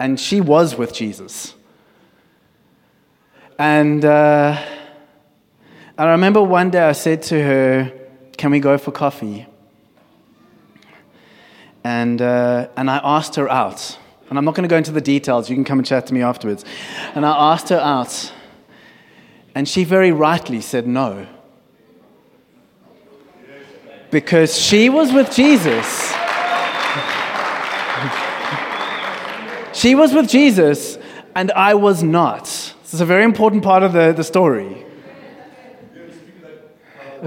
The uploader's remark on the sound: Sunday Sermon. At Joshua Generation Church Milnerton congregation.